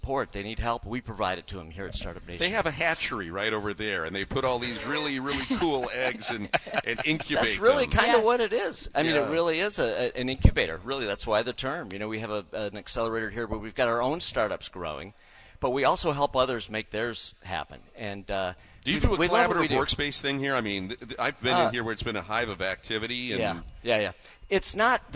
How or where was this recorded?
busy venue